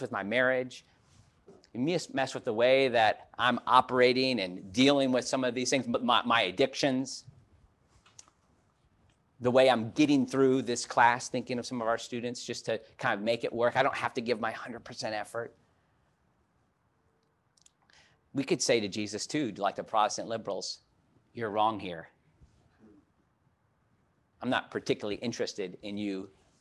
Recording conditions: large echoing room